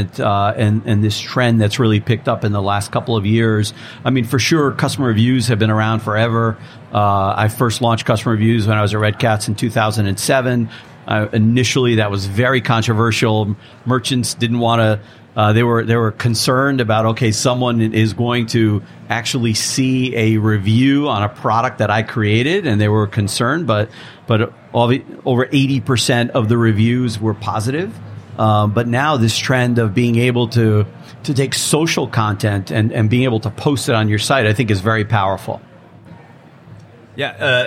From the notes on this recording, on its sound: From the trade show floor at the Shop.org digital summit 2016.